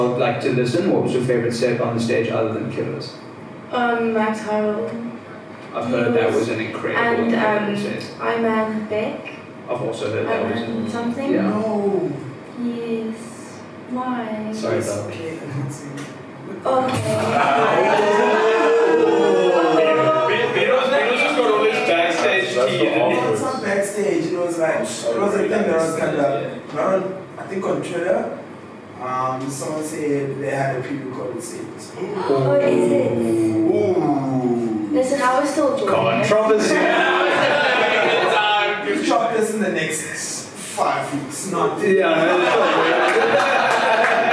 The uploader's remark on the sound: CAYACAST Live: Daisies Decompression. Laptop got stolen the day after this (booooo) so unfortunately we lost the audio. Your regularly scheduled audio quality will be back next week!